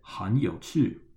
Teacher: Remember, 很 is in the third tone, and then 有 at the start of 有趣 is also in the third tone. That makes it a double third tone exception rule, so we pronounce it 很有趣.